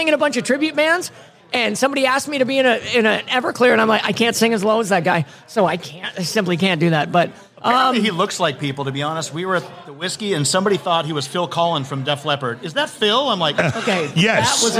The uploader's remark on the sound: Live at the Cedarwood Saloon